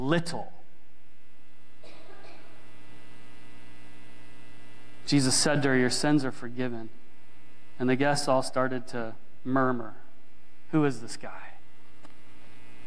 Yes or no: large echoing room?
yes